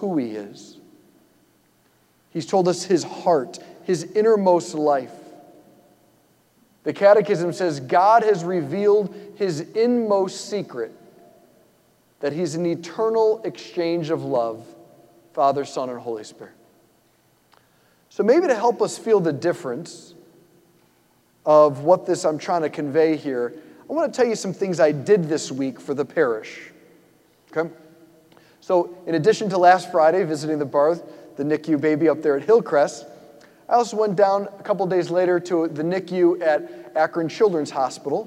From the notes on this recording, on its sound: preached this homily on June 4, 2023 at St Basil the Great Catholic Church in Brecksville, OH